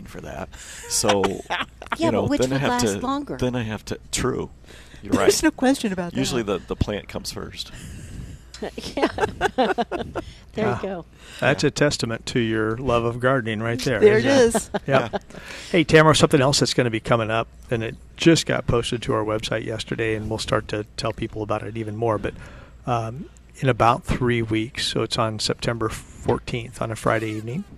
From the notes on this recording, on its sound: Plant Experts Live at Prairie Gardens. Every Saturday morning live from Prairie Gardens.